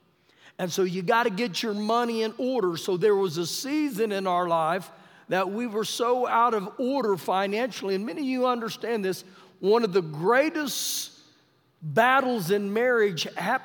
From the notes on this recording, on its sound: Recorded live during our Wednesday night service